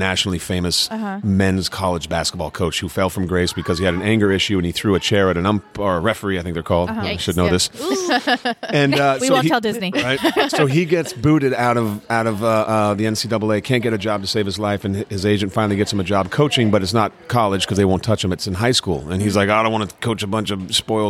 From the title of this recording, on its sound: LIVE FROM TRIC